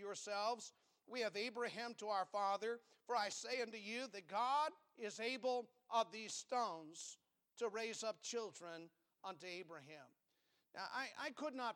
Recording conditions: large echoing room